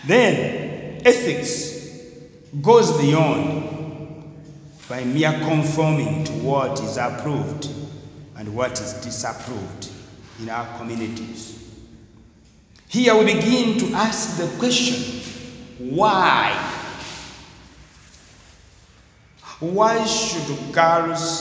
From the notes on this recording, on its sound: Discussed during a lecture